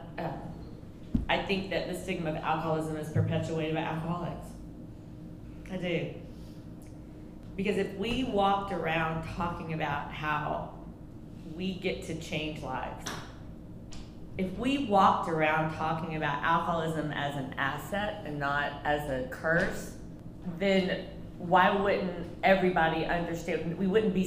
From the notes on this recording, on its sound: we record live from a special Mother's day edition of Breakfast Club